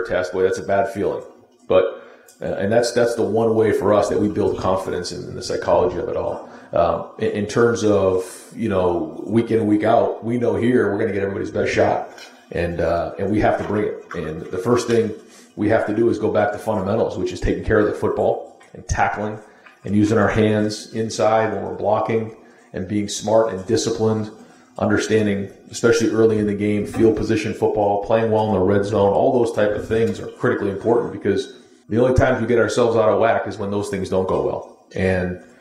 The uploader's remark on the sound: press conference